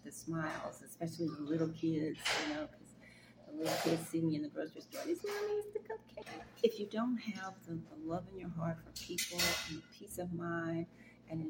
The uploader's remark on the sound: This video has some background noise.